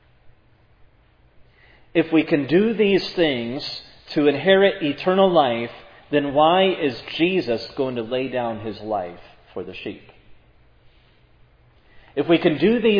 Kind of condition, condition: setting, large echoing room